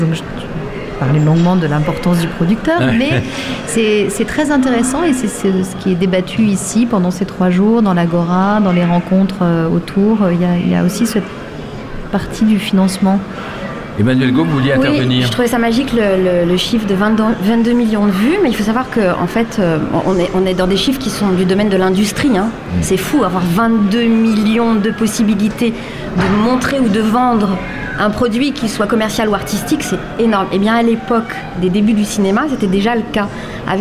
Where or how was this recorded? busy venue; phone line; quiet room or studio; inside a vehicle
busy venue